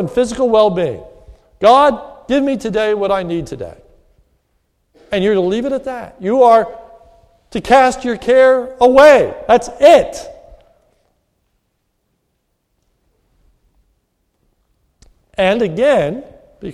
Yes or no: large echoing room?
yes